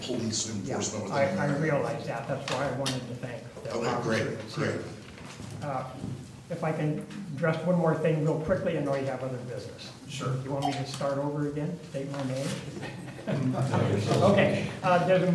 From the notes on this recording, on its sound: Live recording of the Astoria Planning Commission meeting. Note that the meeting begins with the APC convening briefly as the Traffic Safety Committee.